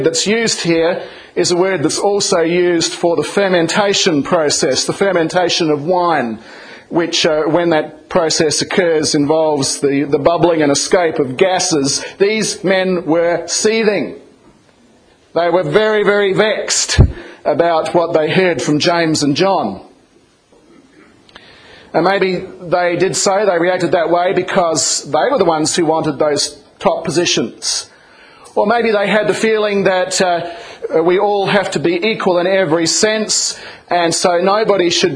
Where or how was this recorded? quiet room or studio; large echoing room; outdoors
large echoing room